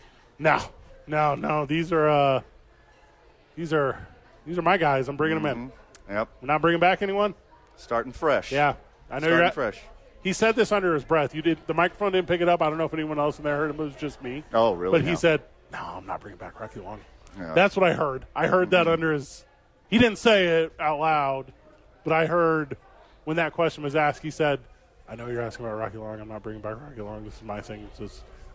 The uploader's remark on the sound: live from Sadies